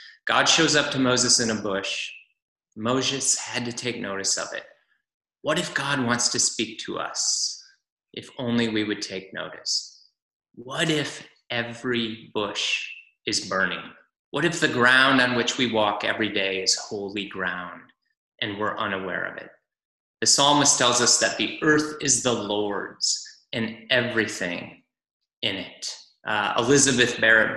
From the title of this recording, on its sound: Zoom Church